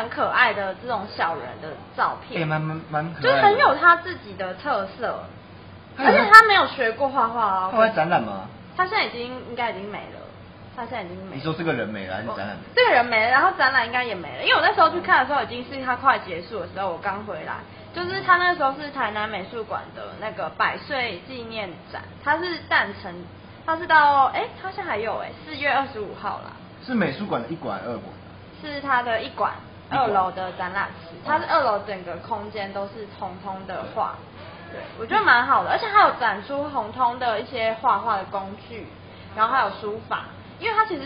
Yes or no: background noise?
yes